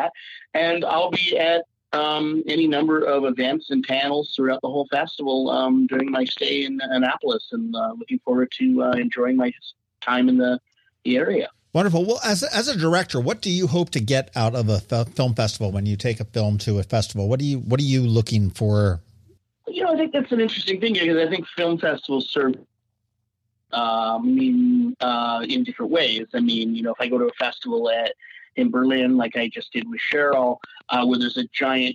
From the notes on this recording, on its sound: We had the opportunity to hop on the phone